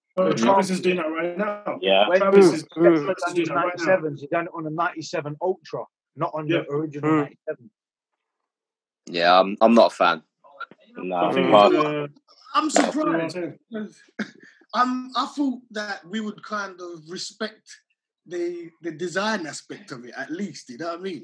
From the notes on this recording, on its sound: recorded this weeks podcast via a zoom call